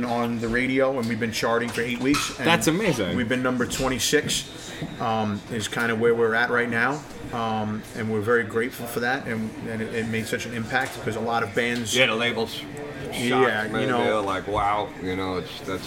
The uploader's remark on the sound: Recorded on December 3rd, 2017 on location at The Kingsland music venue in Brooklyn, NY. Grabbing a chance to speak with the band before playing The Kingsland.